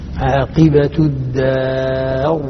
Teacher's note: الراء ساكنة قبلها فتح ألف تفخم · Term: بالتفخيم